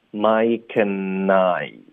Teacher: Mike 的科跟 and 我们要连读， and 呢我们就弱读成 n